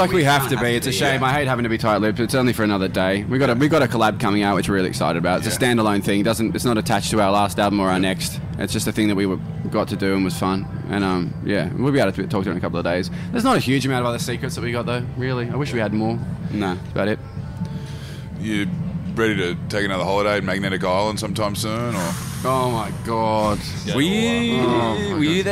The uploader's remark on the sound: Recorded live from the recent Diamantina Drought Relief Concert.